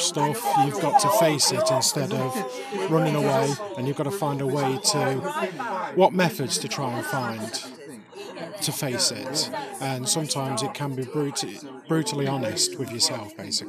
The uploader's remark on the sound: This is my first ever field recording of a podcast. I travelled to Leiscester to Turtle Lodge Healing.